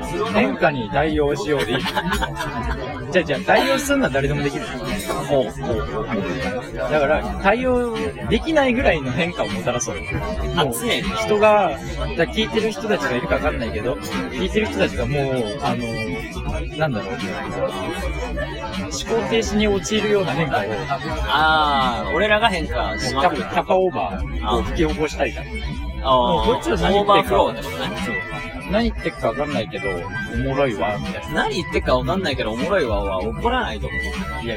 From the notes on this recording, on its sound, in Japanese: 最初の配信でいきなり音声が雑音に隠れていてすみません。